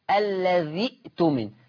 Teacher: قال لك تبدل الهمزة الساكنة ياء، ياء. ليه؟ قال لك لأن الذال مكسورة.